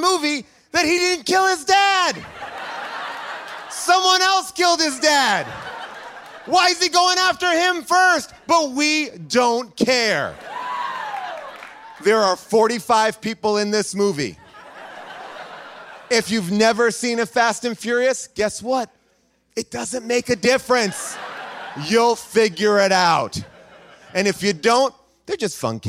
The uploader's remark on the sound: An audience member's name shocks everyone. LIVE from Largo in LA.